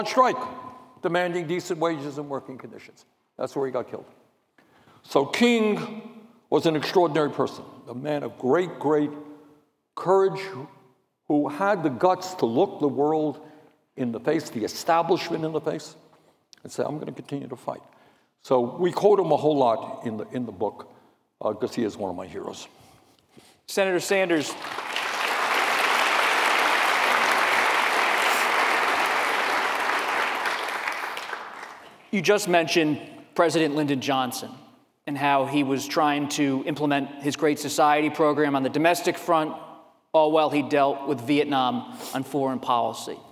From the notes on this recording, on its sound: told an audience at a UVA Center for Politics event